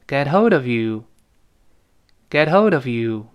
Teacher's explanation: holdof，而不是 get hold of 那个 h，几乎听不到了。get hold 再跟 of 连读变成 get holdof、get holdof。那个 of 再跟 you 连读，因为那个 you 开头是个半元音，半元音跟前面的辅音要连读叫 ofyou。view, view,view。听到的是 get hold of you, get hold ofyou。是这么一个声音，跟老师先把这个小片段读一遍。get hold